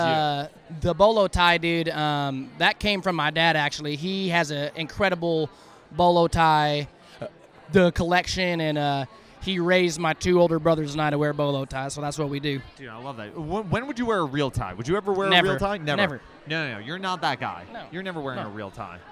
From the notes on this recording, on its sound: Live from St. Jude Children's Research Hospital. Live on the red carpet.